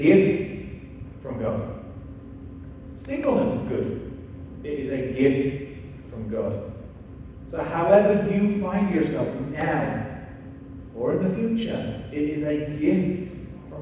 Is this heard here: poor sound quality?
yes